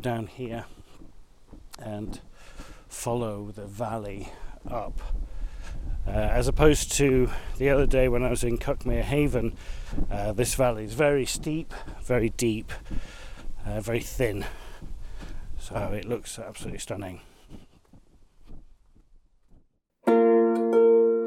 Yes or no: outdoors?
yes